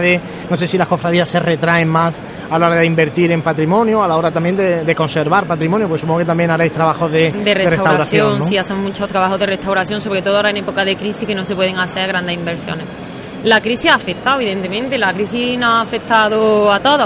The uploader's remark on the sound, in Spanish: Radio Pasión en Jaén estuvo presente en la feria cofrade ANCOAR, palpando el ambiente allí vivido. En este programa especial, grabado desde el mismo recinto de IFEJA.